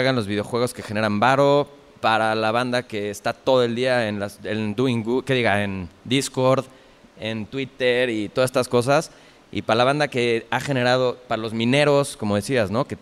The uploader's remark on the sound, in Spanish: Este episodio es un panel que grabamos en el Foro Indie Rocks sobre NFTs.